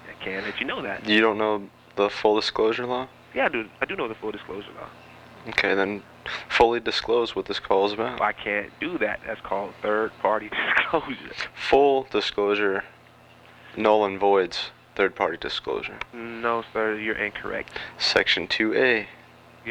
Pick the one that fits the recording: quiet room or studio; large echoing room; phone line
phone line